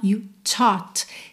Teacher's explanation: Tem um arzinho no primeiro T